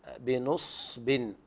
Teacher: بنصب بسكون الصاد وليس بضمها